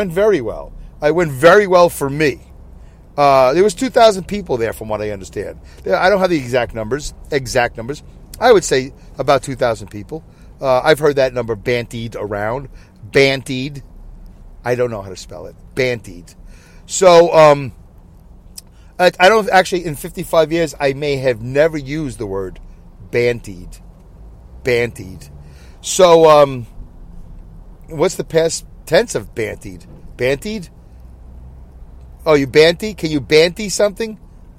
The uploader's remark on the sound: Review From My Car On My Way Home. I record my show from my car as I drive to and from work.